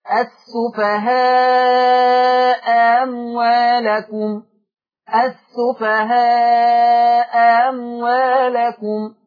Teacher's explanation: عندنا حتة مهمة النهاردة في التقاء الهمزات لورش عن نافع، كلمة السفهاء أموالكم، احنا عندنا همزتين حدث لهما التقاء، همزة الأولى مفتوحة التقت بهمزة ثانية مفتوحة أيضا ولكن من كلمتين. قرأ ورش بتسهيل الثانية السفهاء أموالكم، السفهاء أموالكم، أو أبدلت الهمزة الثانية بألف مادية.